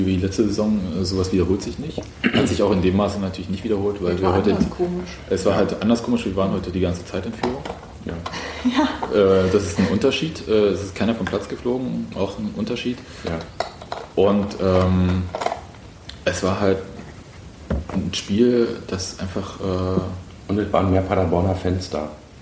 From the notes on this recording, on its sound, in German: Der Aufnahmepegel war noch auf Stadionlautstärke gedreht. Nebengeräusche sind unserer mangelnden Aufnahmedisziplin geschuldet (wer die Rasse des herumlaufenden Hundes erkennt, bekommt einen Besserwisserbonus).